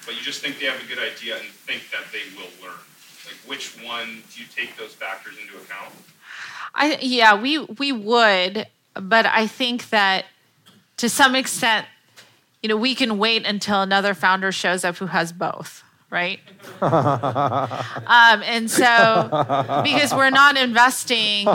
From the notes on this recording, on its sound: This is session 4 of Technology-enabled Blitzscaling, a Stanford University class. This class features a guest lecture.